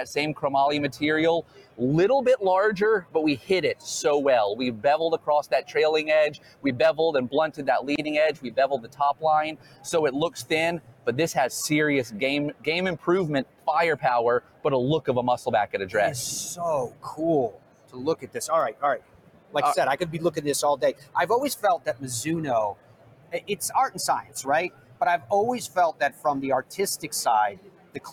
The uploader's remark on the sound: Live at the PGA Show in Orlando, where thousands have gathered to preview and purchase the newest golf equipment.